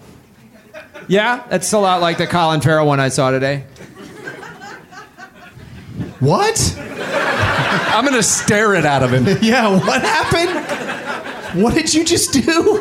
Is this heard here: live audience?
yes